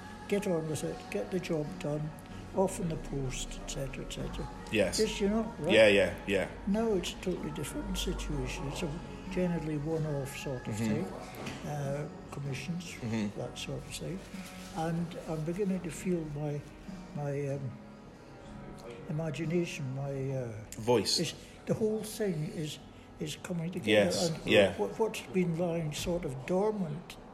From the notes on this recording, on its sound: Warning: some mild swearing and background noise!